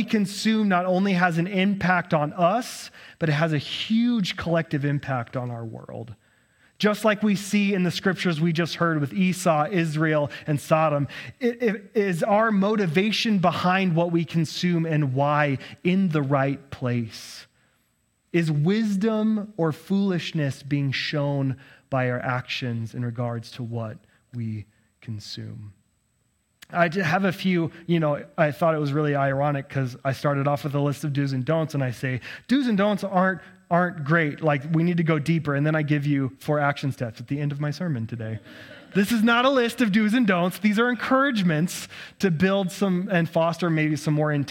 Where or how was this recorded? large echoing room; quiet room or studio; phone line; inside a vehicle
large echoing room